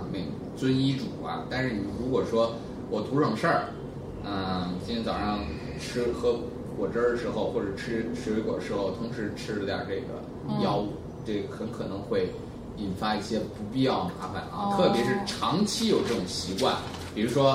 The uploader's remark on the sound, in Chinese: 本期节目为在张大妈办公区用录音笔录制，可能有街道上的杂音，请见谅。